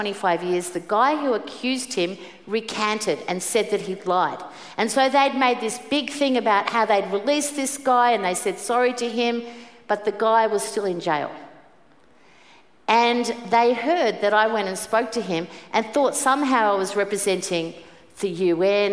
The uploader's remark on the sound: Preached at the 5pm service